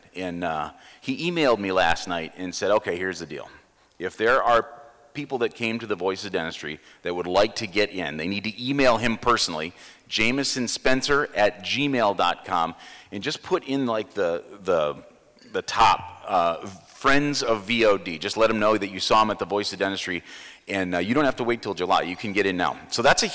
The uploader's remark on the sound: Live at the Voices of Dentistry